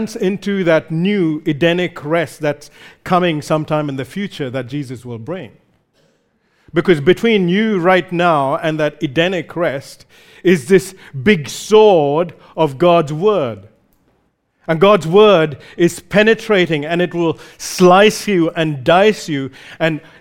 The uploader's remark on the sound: recorded live at Grace Community Bible Church